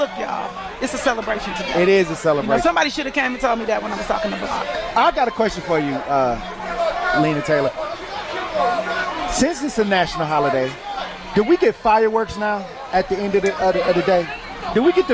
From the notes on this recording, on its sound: 101.7 The Truth held their FIRST LIVE remote broadcast at the 50th anniversary of Juneteenth.